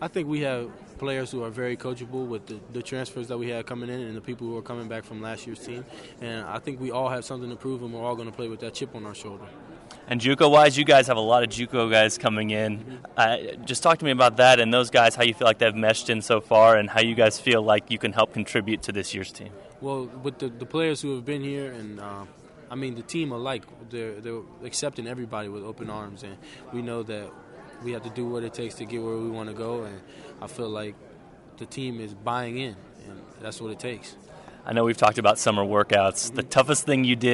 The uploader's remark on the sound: Press Conferences & Post-Game Interviews